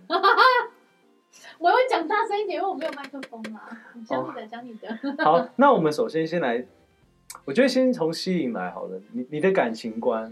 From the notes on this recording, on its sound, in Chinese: 這集的收音出了一點小問題，請各位聽眾多多包容。